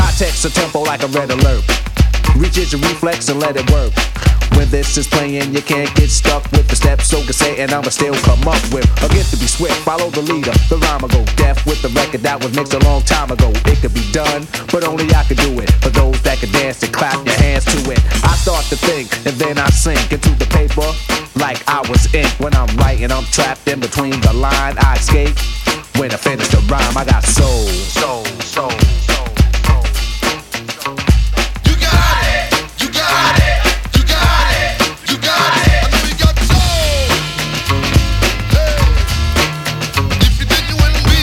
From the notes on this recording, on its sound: Live At Hacienda MCR Xmas. Live At The Hacienda Residents Christmas Party 27-12-2016.